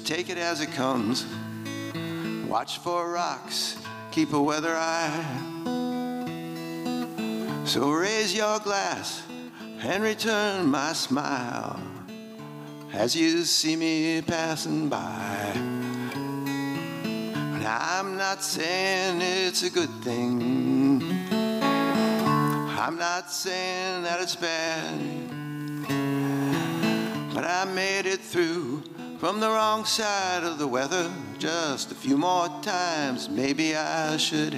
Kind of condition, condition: setting, live audience